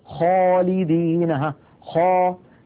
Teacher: لما قلت خاء تلاحظون بأن صوت الخاء ملأ فمي · Term: التفخيم